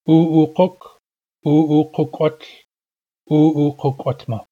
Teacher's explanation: Here we have hardening and rounding. The reason for the rounding is the U before the K.